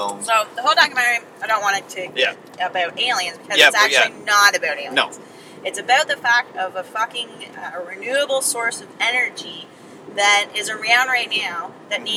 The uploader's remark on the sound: Live From a Honda Fit